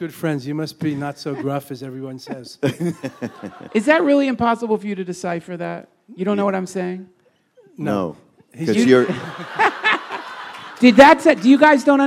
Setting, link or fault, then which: setting, live audience